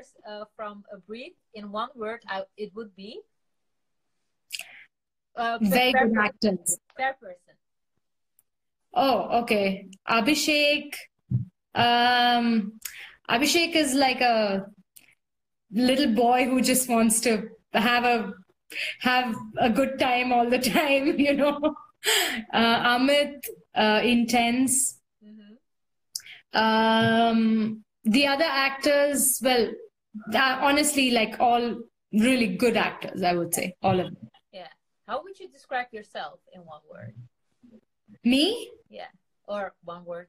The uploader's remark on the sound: Instagram Live